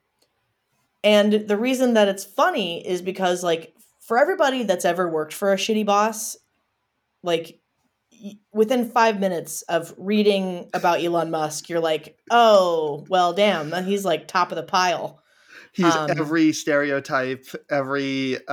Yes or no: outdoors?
no